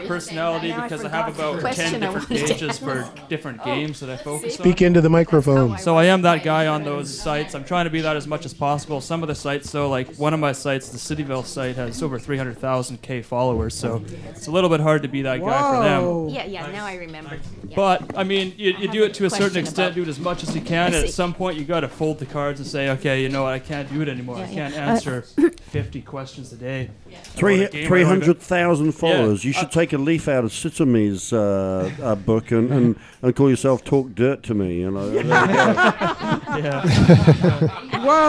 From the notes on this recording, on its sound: The Bunker Project is recorded with a live interactive studio audience. A show in person in downtown Vancouver.